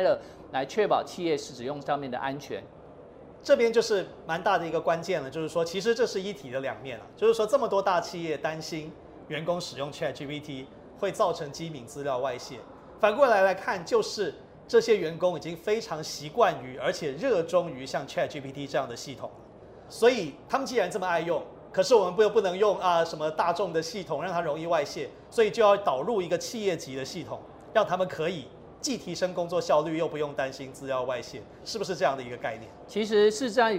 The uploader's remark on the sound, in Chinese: 把錄音室帶到AI EXPO Taiwan的展覽會場